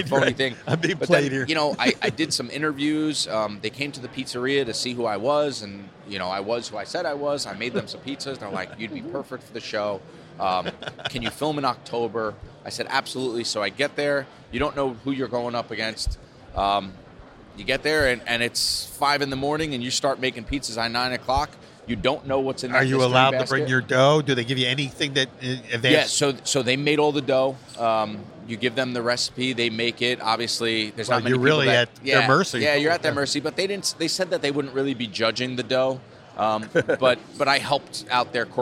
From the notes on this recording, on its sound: recorded at the Northeast Pizza and Pasta Expo in Atlantic City, NJ